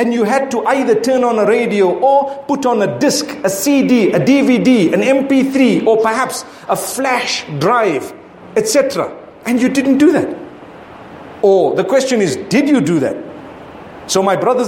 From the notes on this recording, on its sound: Friday Jumu&#8217;ah Lecture from Bulawayo Jamiah Masjid, Zimbabwe